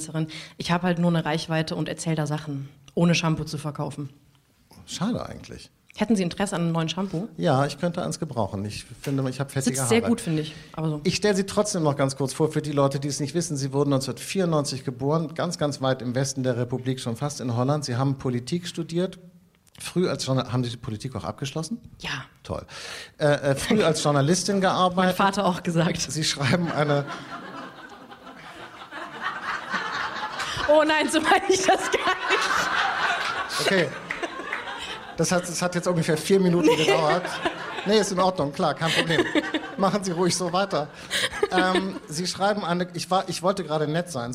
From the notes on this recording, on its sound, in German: Das Gespräch wurde im Rahmen des radioeins und Freitag Salon. In der Berliner Volksbühne aufgezeichnet.